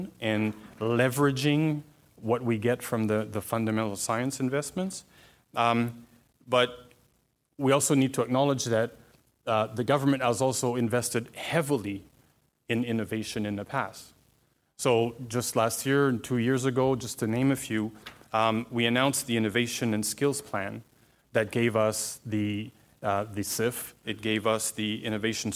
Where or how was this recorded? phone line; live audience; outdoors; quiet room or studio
live audience